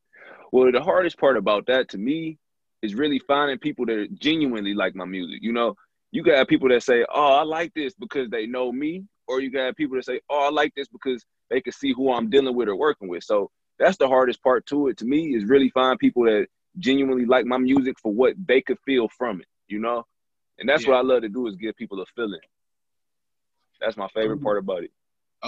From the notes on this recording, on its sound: Sit down on zoom.